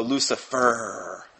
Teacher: They like to be called children of Lucifer with the stress on the last syllable.